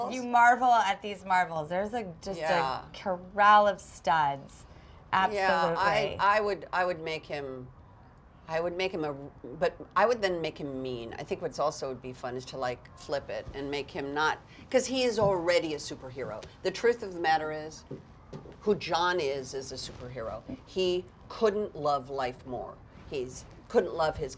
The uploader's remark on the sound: On location at New York Comic Con. A very special surprise call at the news desk.